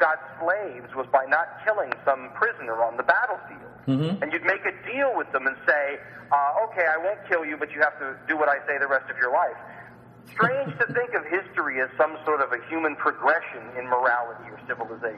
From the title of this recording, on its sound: Phone Guest